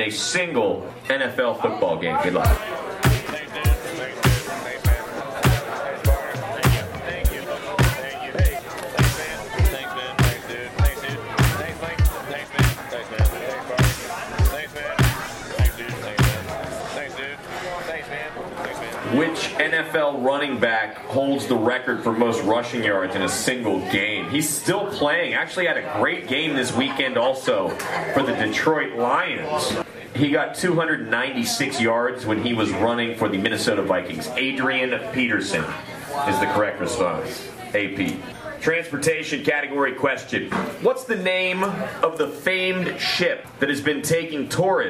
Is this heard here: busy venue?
yes